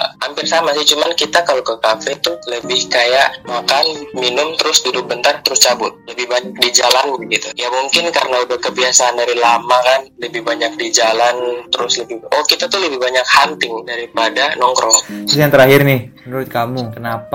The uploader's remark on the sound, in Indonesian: sorry audio nya kurang bagus, karena kita phone call